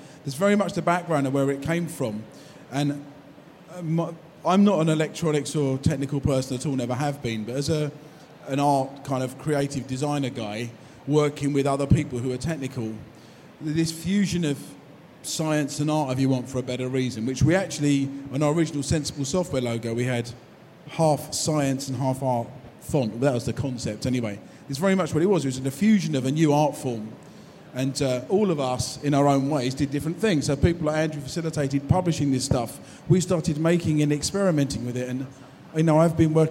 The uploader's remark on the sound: panel from PLAY Expo, Manchester